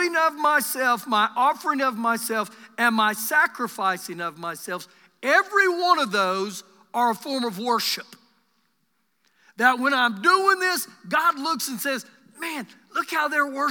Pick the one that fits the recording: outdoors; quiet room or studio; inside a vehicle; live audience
live audience